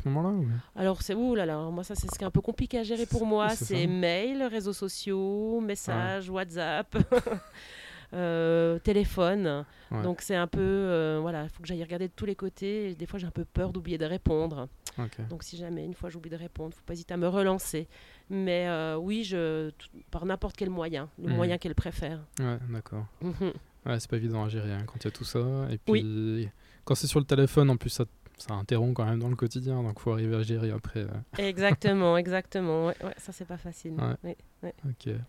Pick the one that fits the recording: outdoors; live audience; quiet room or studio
outdoors